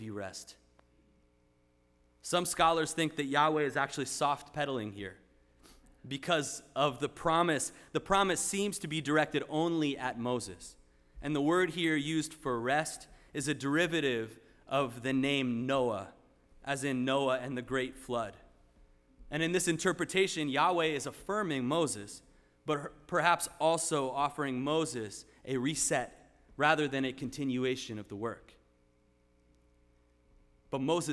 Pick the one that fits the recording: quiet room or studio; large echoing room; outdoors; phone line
large echoing room